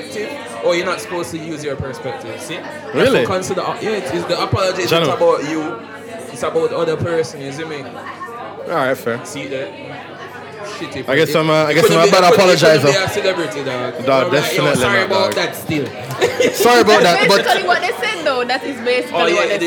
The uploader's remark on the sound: Season 4 Premiere LIVE! For our first time we're live at Marianna's Kitchen.